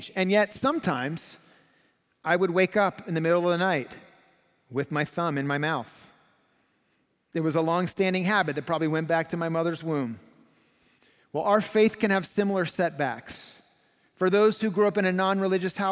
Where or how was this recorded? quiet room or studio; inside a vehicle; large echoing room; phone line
large echoing room